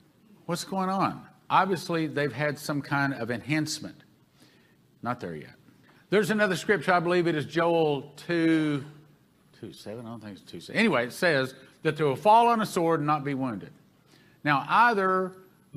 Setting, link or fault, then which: setting, live audience